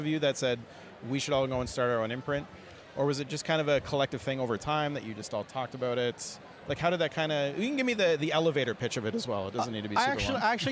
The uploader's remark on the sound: took his Zoom H4N recorder to the Ottawa Comic Con